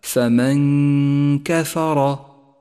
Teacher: ثامنا، لاحظ حكم الإخفاء عند قوله تعالى فمن كفر، النون الساكنة بعدها حرف الكاف وهو حرف الإخفاء، نخفي النون الساكنة بحرف الكاف مع بقاء غنة للنون زمنها حركتان من غير تشديد لحرف الكاف، لونت النون باللون الأخضر إشارة إلى موقع الغنة، وهي غنة مرققة لأن حرف الكاف مرقق، تلفظ هكذا فمن كفر.